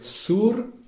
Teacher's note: le U se prononce bien ou en espéranto